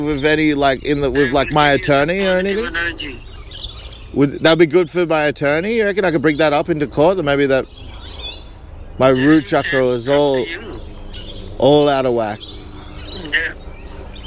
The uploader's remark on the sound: disregard the outdoor audio